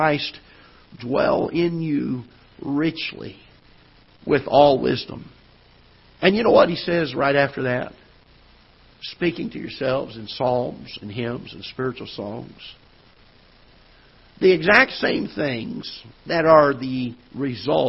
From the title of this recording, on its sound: Ketha Heights Baptist Church ~ Live Broadcast